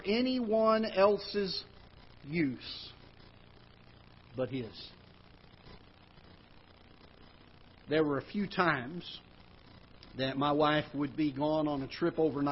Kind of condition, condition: setting, large echoing room